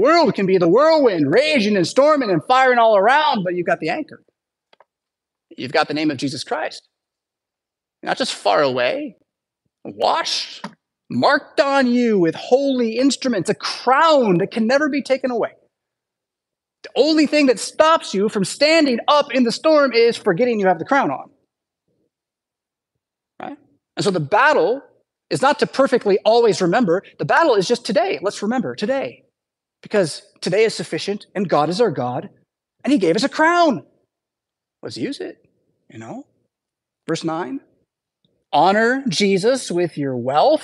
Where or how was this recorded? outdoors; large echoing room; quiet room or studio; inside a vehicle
large echoing room